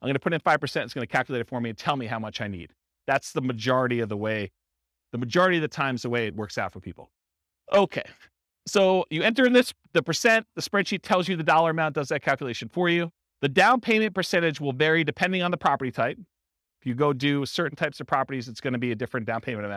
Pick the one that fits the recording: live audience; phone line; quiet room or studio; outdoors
live audience